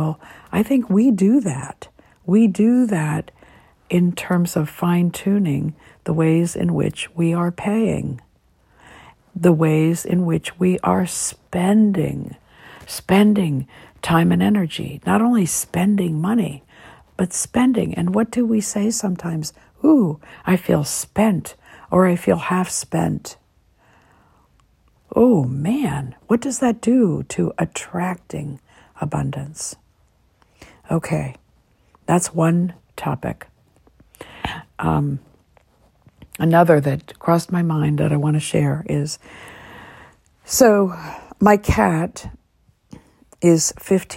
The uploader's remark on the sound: I decided to be quite spontaneous this morning and to sit in my recliner, using the app "Just Press Record" and share what I was getting.